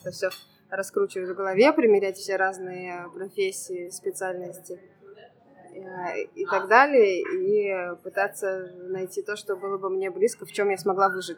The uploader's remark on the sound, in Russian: В ее кафе «Брат» в Санкт-Петербурге, поэтому не удивляйтесь шуму кофемашины, разговорам на заднем фоне.